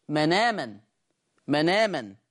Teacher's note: قرأ ورش بنقل حركة الهمزة إلى الساكن قبلها